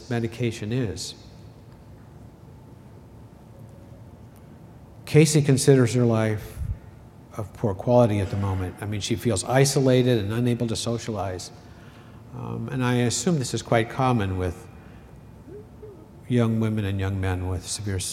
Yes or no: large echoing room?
yes